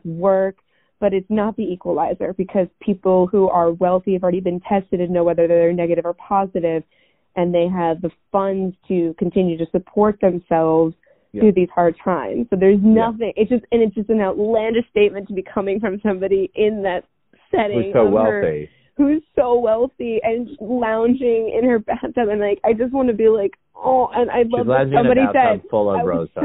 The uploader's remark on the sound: The sisters try out hosting the pod while properly isolated via recorded phone chat.